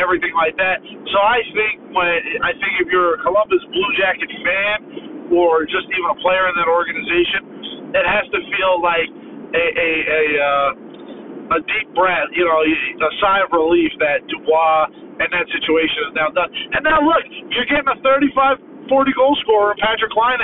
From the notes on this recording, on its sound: Flying solo recording in his car.